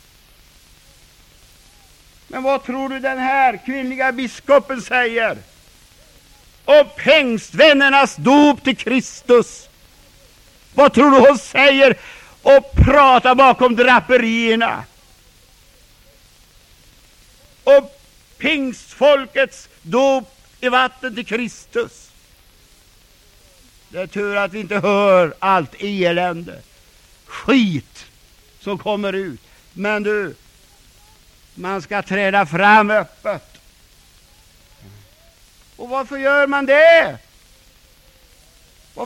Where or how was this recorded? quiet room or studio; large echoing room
large echoing room